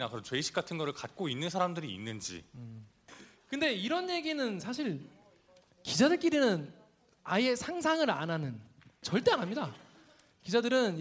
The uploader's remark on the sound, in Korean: 공개방송